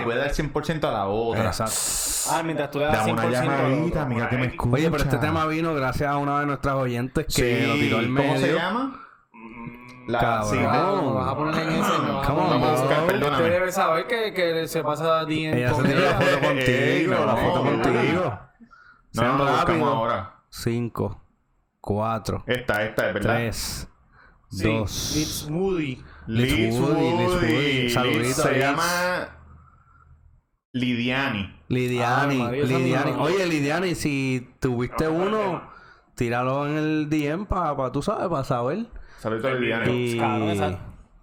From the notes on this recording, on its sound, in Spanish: (audio distorsionado). Por problemas técnicos el audio se escucha un poco distorcionado.